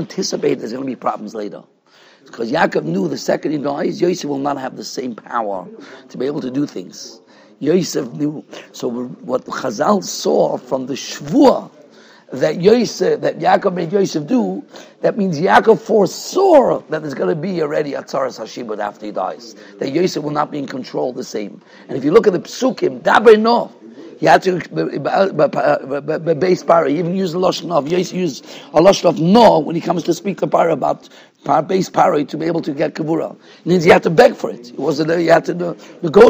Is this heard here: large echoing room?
yes